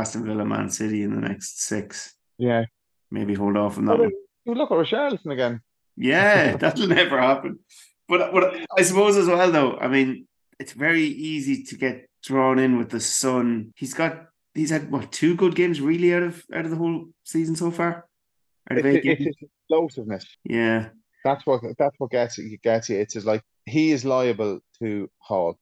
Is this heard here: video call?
yes